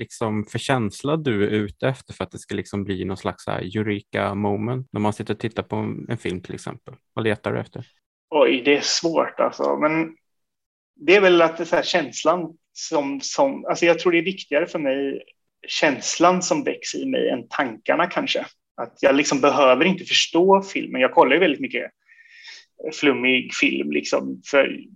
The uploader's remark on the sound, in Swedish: Intervjun är genomförd via Zoom.